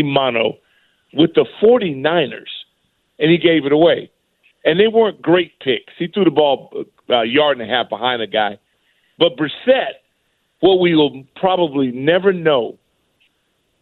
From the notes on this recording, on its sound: Then we take some calls. Taking some calls.